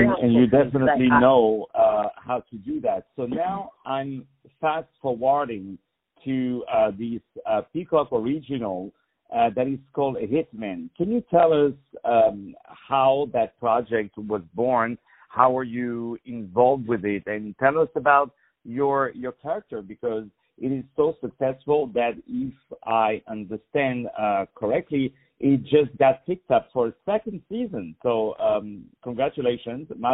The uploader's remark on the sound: On the phone